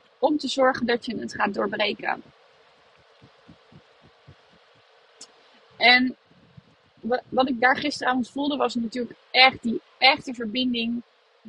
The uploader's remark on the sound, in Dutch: deze podcast opgenomen vanuit de auto